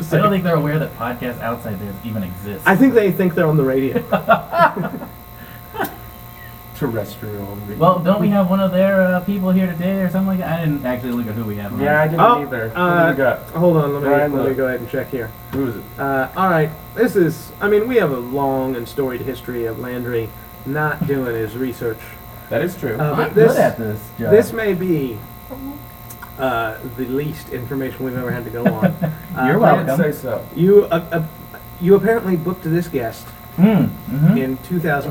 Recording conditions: hum or buzz